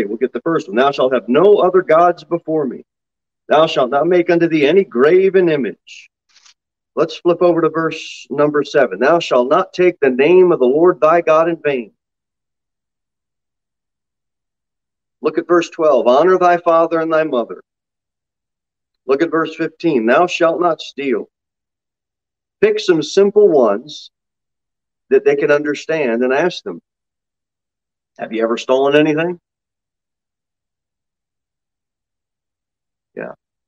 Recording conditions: large echoing room